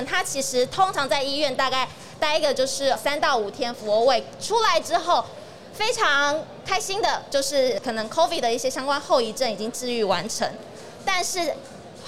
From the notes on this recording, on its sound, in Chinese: 2022 Medical Taiwan台灣國際醫療暨健康照護展 -Live Podcast。